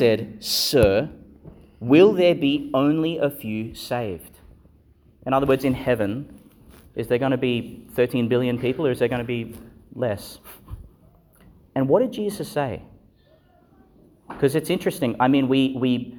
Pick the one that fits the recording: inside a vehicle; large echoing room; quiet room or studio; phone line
large echoing room